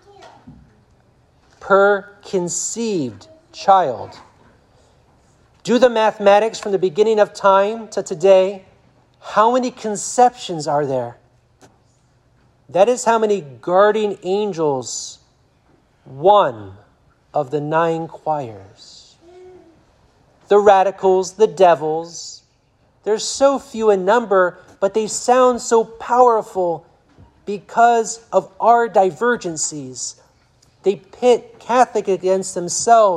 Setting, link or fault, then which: setting, large echoing room